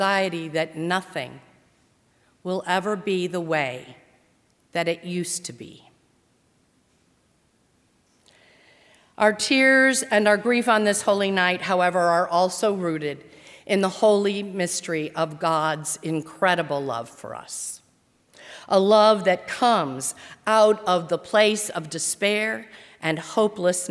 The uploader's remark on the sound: during the 7:00 PM Maundy Thursday service on Thursday April 9, 2020, at First Presbyterian Church of Arlington Heights, Illinois.